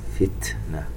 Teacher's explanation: إنما أوتيته، مد متصل يمد بمقدار أربع حركات، بل هي فتنة ولكن، تاء ساكنة فيها الهمس، فتنة، والتنوين يليه حرف الواو إدغام بغنة.